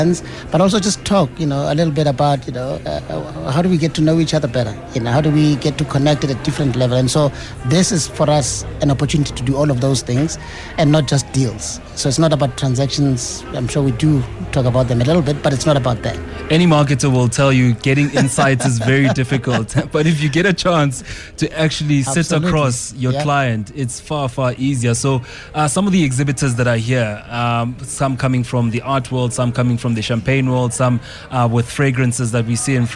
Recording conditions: busy venue